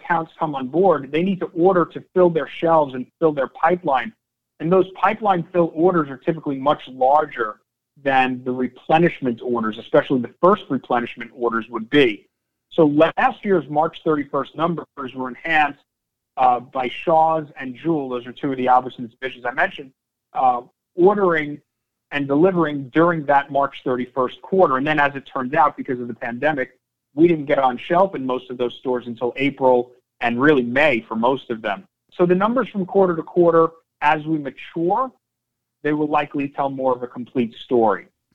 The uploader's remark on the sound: Nightfood Investor Conference Call for May, 26th 2021 (NGTF).